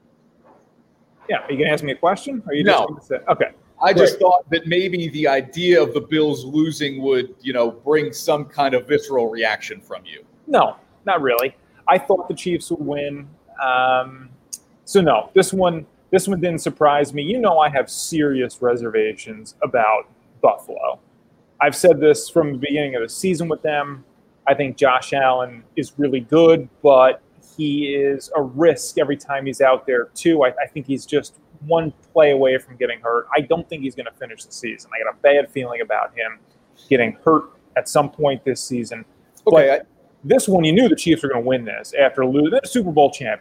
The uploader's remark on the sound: Live from Druthers Brewing Company in Saratoga Springs for the American Cancer Society's Real Men Wear Pink campaign.